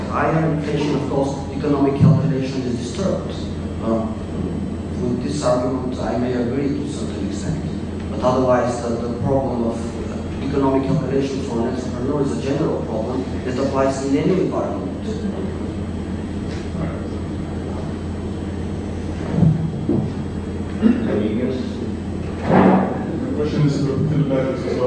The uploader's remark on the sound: Better audio track in preparation… will replace the current track when ready. This lecture is from the 2008 meeting of the Property and Freedom Society.